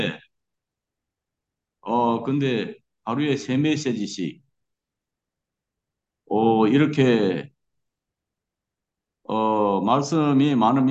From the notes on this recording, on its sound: zoom meeting